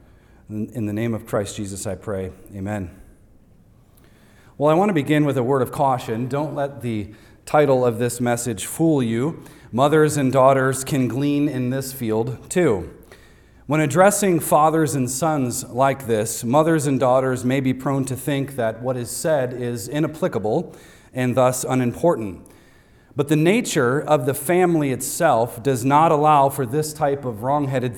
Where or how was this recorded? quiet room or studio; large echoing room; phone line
large echoing room